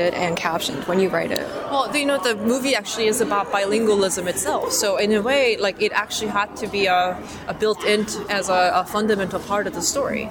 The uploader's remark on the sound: SBIFF: Writers Panel on the Red Carpet. The Santa Barbara International Film Festival hosted its Writers Panel.